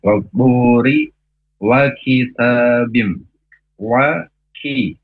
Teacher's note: huruf kaf pangkal lidah agak ke depan berdesis hamas ya. Huruf ta juga hamas, tadi hamasnya di t.